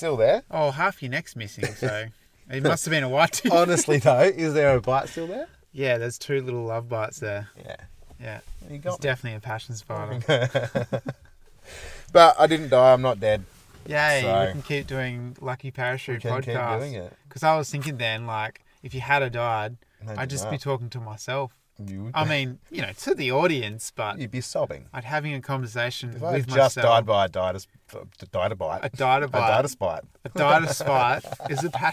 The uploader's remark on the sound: Recorded in the car studio at our second favorite camp spot in the southwest of WA, a pork knuckle slow cooking over the hot coals.